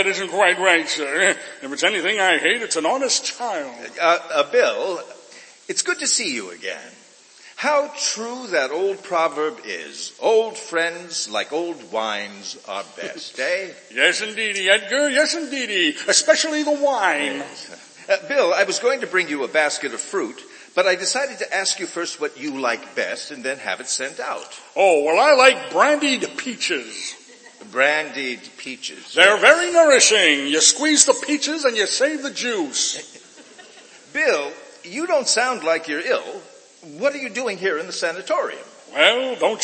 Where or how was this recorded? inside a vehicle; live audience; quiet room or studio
live audience